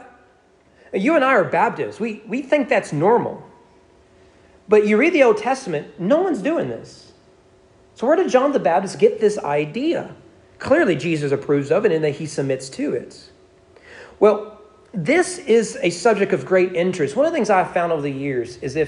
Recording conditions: large echoing room